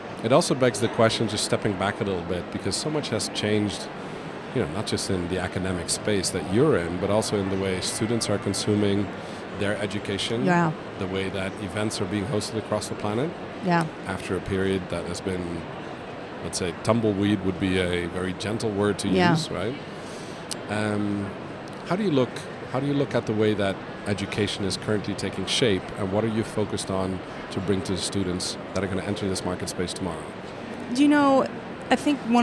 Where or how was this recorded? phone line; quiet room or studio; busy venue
busy venue